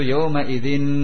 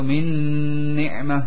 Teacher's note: Demikian pula ada idgham kamil, tetapi memakai gunnah ketika nun sukun menghadapi mim atau nun. Sehingga masuk dengan sempurna nun atau tanwin ke dalam nun yang ada di hadapannya atau mim. · Term: idgham kamil bi gunnah